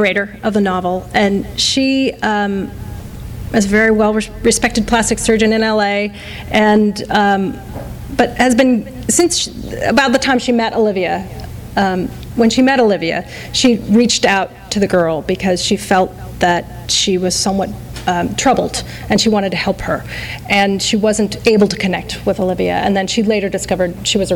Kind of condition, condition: setting, live audience